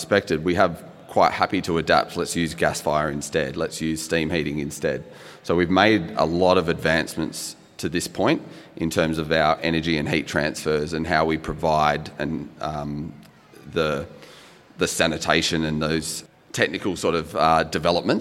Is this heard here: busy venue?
yes